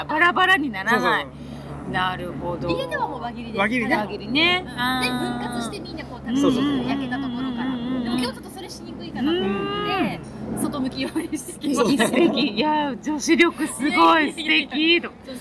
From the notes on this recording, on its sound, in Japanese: メンバーでBBQ（バーベキュー）をしてきました。今回はBBQ時に野外で収録し。